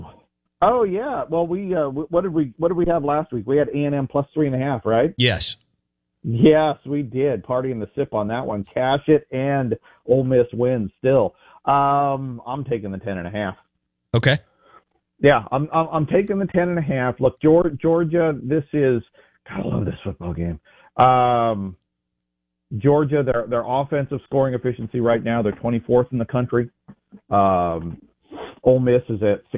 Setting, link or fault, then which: link, phone line